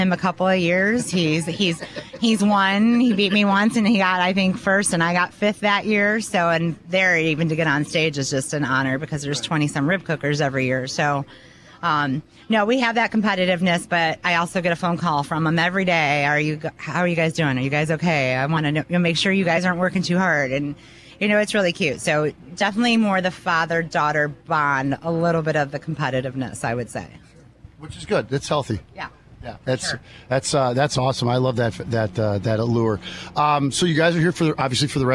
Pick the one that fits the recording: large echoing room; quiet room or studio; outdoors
outdoors